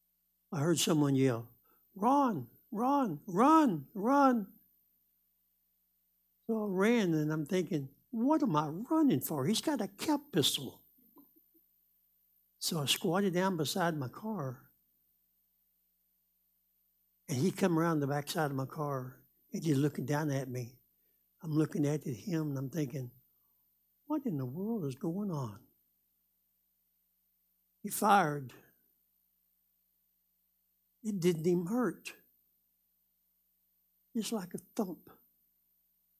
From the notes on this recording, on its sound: Live Wednesday Evening Service.